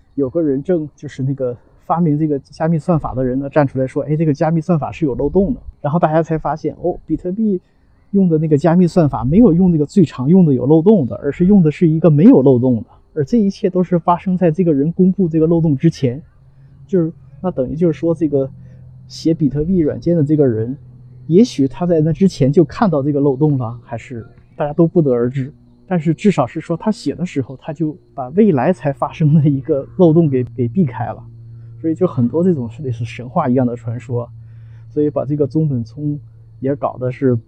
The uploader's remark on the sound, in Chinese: 在陪两个女儿打网球时录制